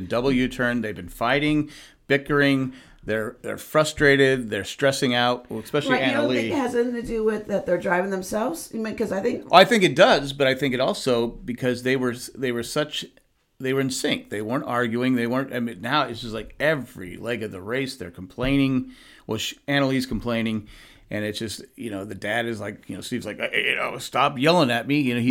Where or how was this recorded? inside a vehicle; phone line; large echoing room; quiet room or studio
quiet room or studio